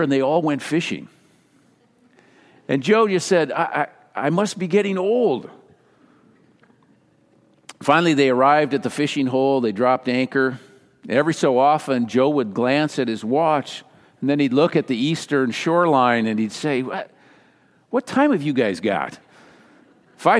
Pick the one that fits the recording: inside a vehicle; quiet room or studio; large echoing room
large echoing room